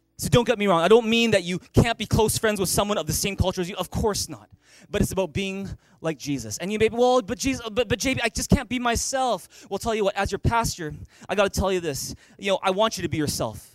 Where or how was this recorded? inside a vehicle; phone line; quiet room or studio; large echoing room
large echoing room